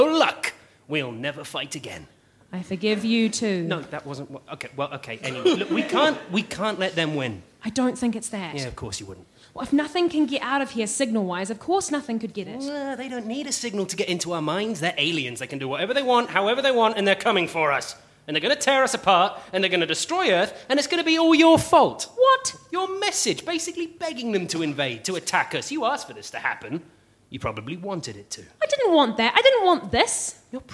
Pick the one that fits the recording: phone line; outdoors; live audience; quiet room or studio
live audience